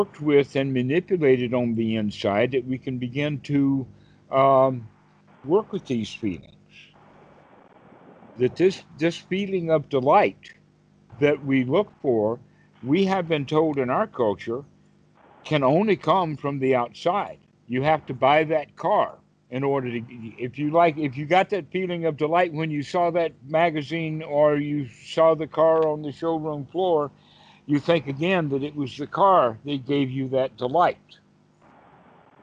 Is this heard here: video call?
yes